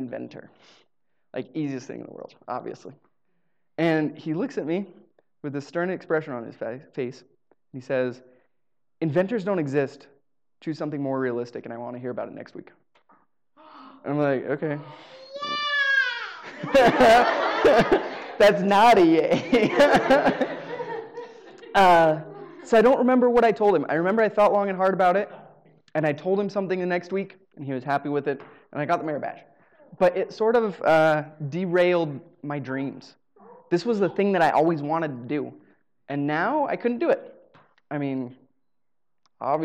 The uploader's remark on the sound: Live Storytelling Show. The recording quality is not super great, but at least it's a taste of being at the live show.